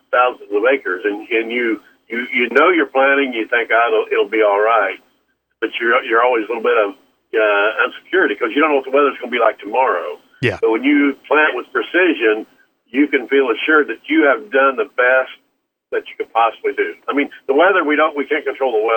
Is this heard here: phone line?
yes